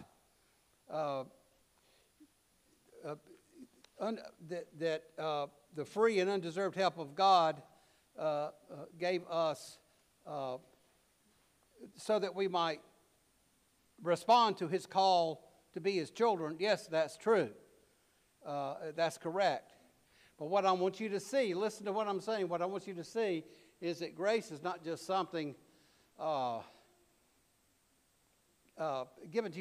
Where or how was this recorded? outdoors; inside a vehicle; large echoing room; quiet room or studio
large echoing room